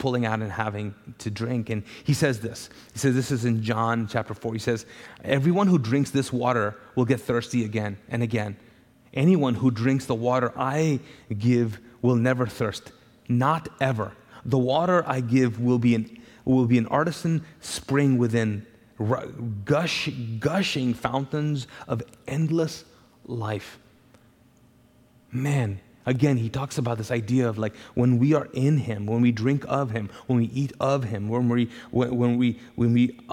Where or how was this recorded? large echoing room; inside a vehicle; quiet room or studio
large echoing room